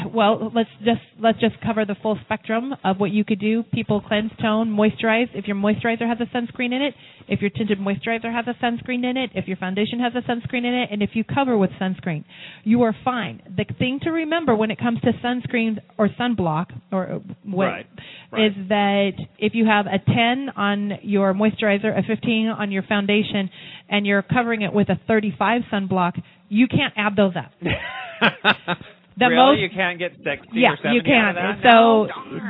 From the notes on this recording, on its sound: broadcasts live from Canon De Sol Winery!